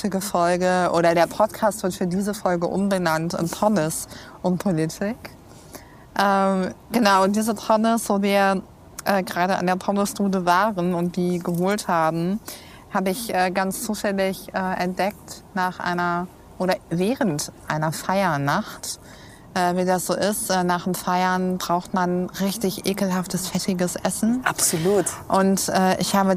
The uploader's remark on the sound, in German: Da wir diese Folge in der Stadtnatur aufgenommen haben.